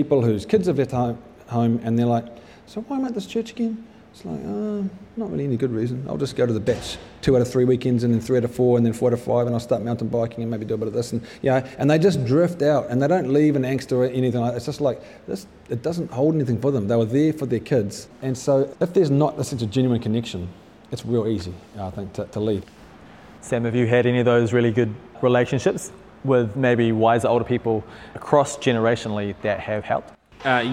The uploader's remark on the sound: at a live event in Crave Cafe Auckland.